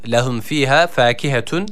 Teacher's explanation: uzatan F harfimizi bir elif miktarı uzatırken yine EA arası bir ses veriyoruz